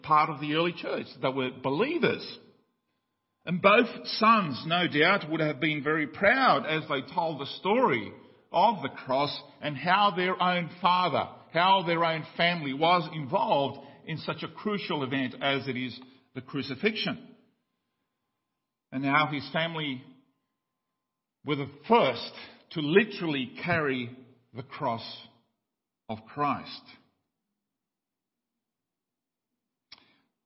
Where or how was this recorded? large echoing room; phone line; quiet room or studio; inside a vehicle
large echoing room